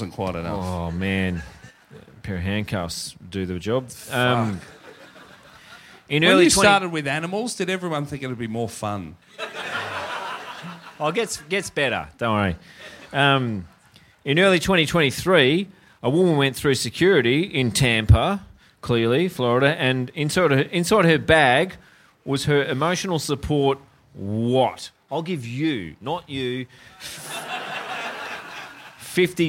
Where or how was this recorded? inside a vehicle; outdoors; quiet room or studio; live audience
live audience